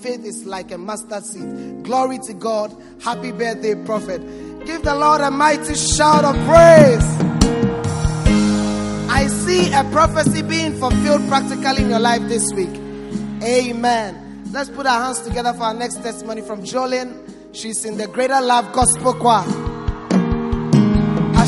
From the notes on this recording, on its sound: Preached at the First Love Center Accra Ghana